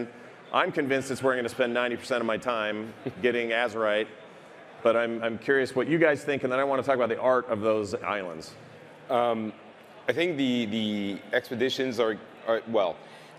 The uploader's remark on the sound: Our live panel from the Blizzcon Epic Stage!